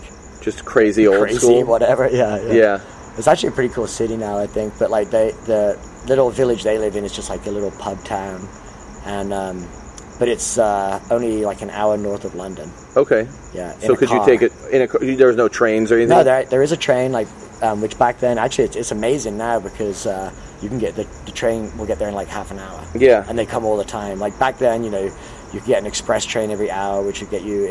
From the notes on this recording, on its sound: Sat outside his shop 'Hunt & Gather' in San Diego.